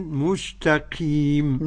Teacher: نرقق التاء ونظهر التاء من السين